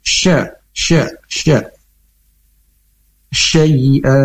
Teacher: huruf shin sendiri makhrajnya yaitu di tengah lidah dengan mempunyai sifat hames atau angin menyebar di mulut